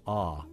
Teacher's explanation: Notice the mouth doesn't close around it like as if you're saying R.